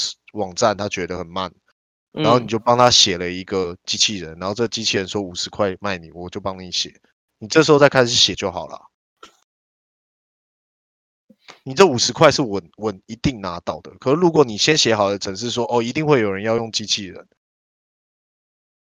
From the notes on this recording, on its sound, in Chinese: 錄音工具品質還是一樣廢 狂斷。這集會聽得很難受 XD。